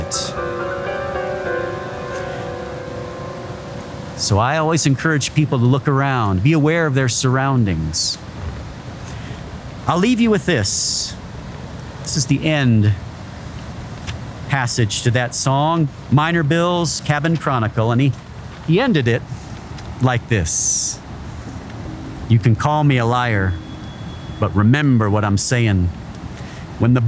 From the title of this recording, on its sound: On Location in Rocky Mountain National Park